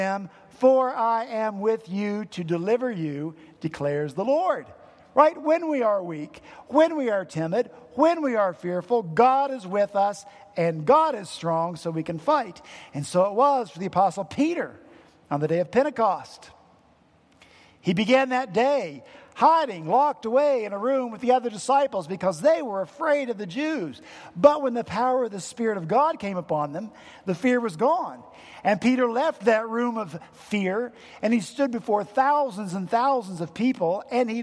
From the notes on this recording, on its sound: at Redeemer Presbyterian Church in Charleston, SC